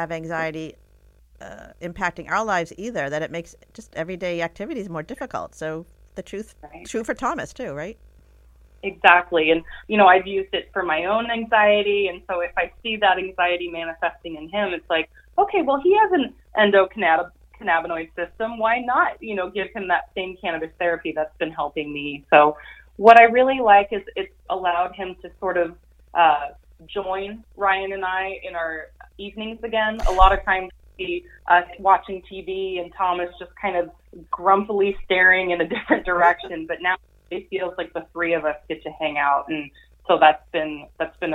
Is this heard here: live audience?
no